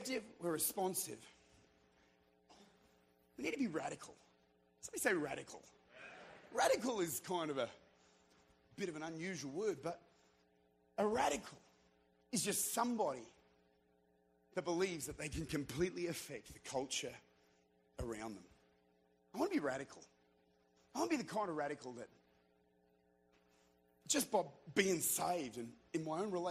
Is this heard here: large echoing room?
yes